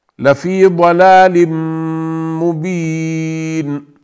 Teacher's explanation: إني إذا لفي ضلال مبين، هنا الإدغام أيضا، التنوين أتى بعده حرف ميم وصار الإدغام، صارت النون وهي نون التنوين مع الميم كأنها حرف واحد، صارت حرفا واحدا